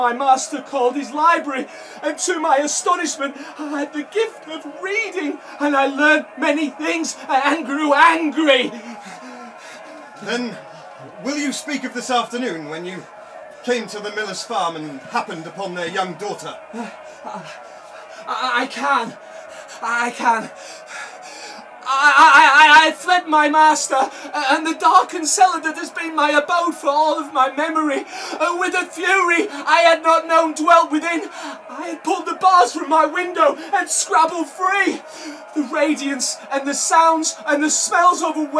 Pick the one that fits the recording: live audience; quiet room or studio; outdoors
live audience